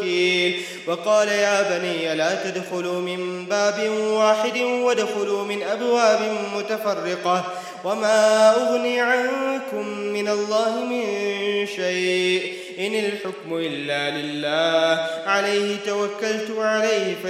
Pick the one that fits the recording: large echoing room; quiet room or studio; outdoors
large echoing room